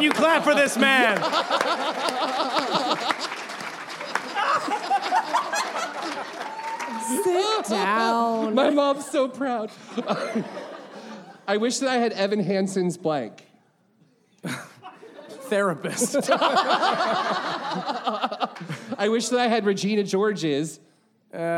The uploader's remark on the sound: LIVE at BroadwayCon 2019!